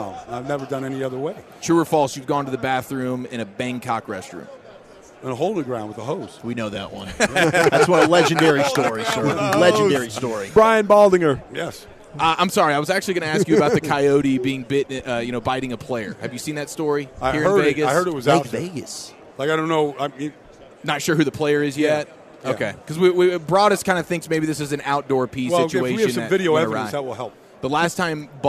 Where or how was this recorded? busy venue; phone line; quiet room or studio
busy venue